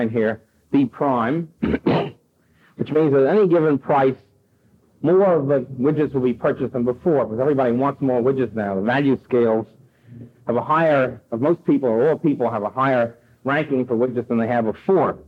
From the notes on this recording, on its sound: presented at New York Polytechnic University in 1972